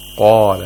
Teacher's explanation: the mouth opens vertically. And we have the pharyngealization, the root of the tongue. Pharyngealization means the root of the tongue is raised toward the pharynx.